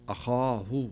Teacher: ثم تأتي الهاء التي بعدها ترقق